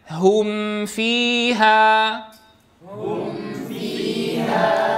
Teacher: أضم الشفتين جيدا عند الهاء وأسكنها عند الميم